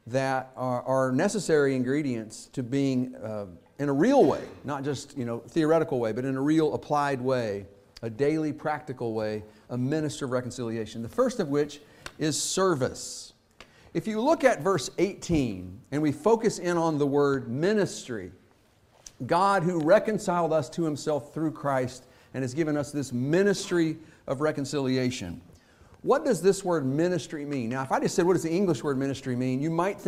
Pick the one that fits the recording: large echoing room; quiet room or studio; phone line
large echoing room